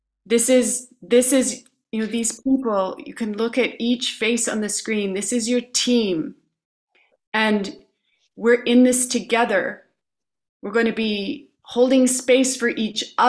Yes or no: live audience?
no